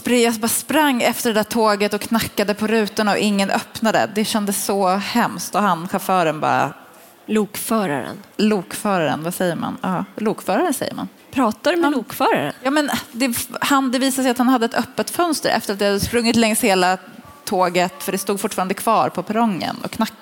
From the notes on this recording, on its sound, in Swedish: En bok blir till – live från bokmässan.